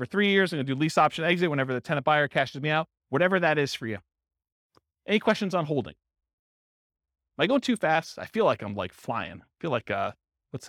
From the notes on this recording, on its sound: This was a live class recorded